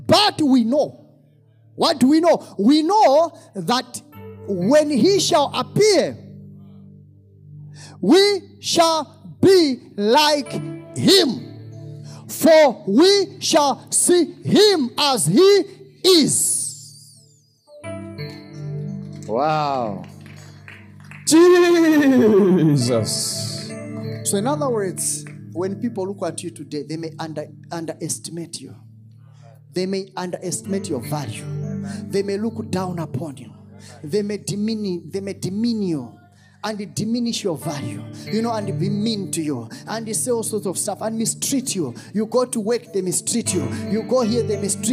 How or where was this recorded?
large echoing room